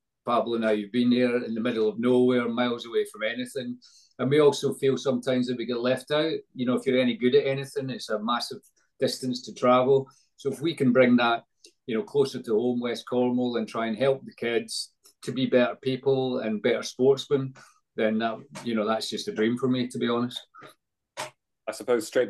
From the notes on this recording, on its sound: on a Zoom call